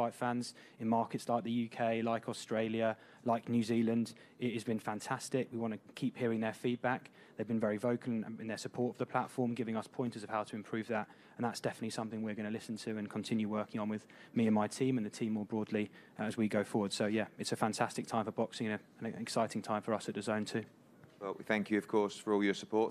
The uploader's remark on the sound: undercard press conference